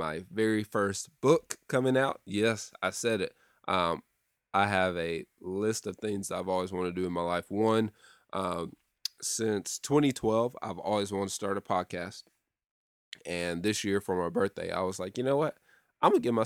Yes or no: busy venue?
no